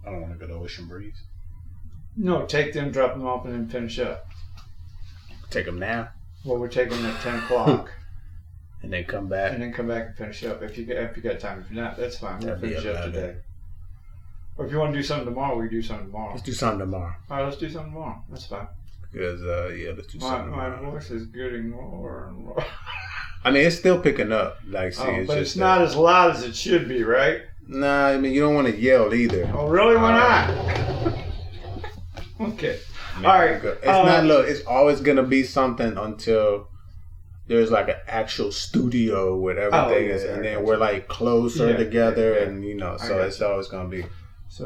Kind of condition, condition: fault, poor sound quality